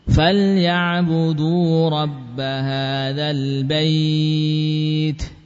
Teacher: Kalau wasal tidak panjang hadzal baiti, tidak. Langsung al-baiti, tapi waqaf ya panjangkan. Hadzal bait ya minimal 2 atau bisa 4 atau 6. · Term: madlin